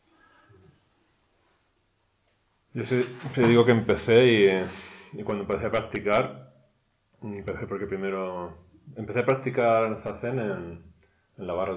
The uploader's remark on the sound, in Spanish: La grabación de dos sesiones de enseñanza realizadas durante el pasado retiro de invierno en el templo Luz Serena. La última sesión no se pudo grabar por problemas técnicos.